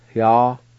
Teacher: on the first part, the very first part, it's kind of like an H sound right before the Y